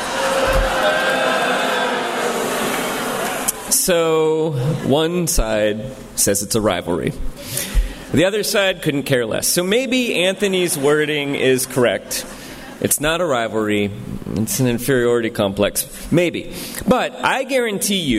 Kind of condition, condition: setting, live audience